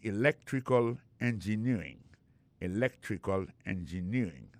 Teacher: accent tombé dans electrical, là, tombé sur deuxième syllabe là